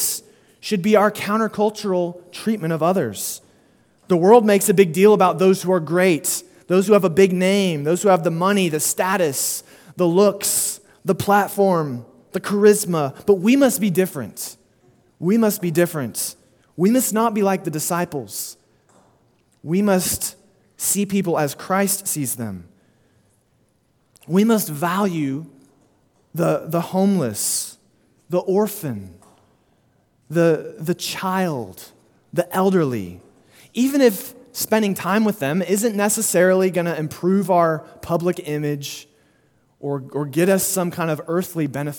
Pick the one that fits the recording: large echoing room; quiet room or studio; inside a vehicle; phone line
large echoing room